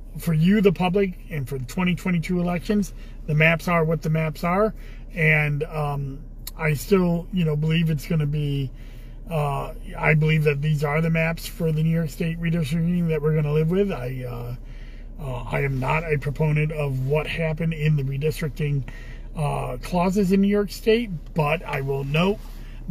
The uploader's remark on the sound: Commissioner in a Car